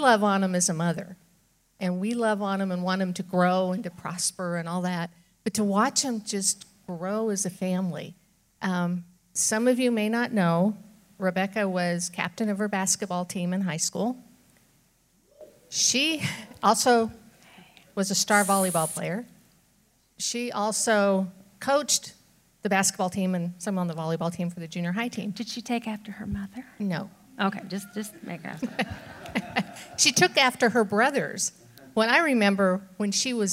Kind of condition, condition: setting, large echoing room